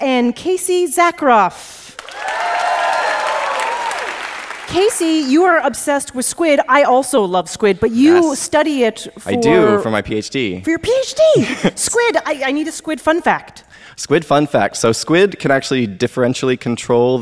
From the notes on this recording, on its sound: A super special episode recorded live at New York Comic Con Super Week.